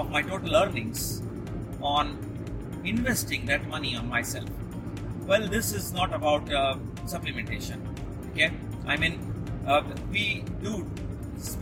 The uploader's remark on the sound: Special solo podcast on the move- this one was quick and random done while driving car.